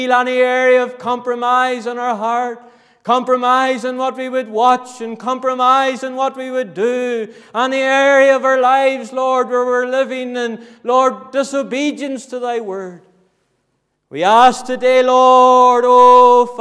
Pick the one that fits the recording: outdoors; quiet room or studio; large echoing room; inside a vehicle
large echoing room